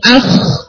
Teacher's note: خا کے اندر یہ ربنگ والی ساؤنڈ آنی چاہیے. اخ، یہ بالکل موسٹ اپروپرائٹ تھروٹ جب آپس میں کنیکٹ ہوتا ہے نا تو اس سے یہ ساؤنڈ آتی ہے.